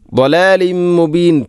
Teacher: തൻവീനു ശേഷം മീം വന്നാൽ ഇദ്ഗാം കാമിൽ, തൻവീനിനെ മീമിലേക്ക് കൂട്ടി ലയിപ്പിക്കണം